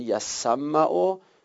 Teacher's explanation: ت در سین ادغام میشه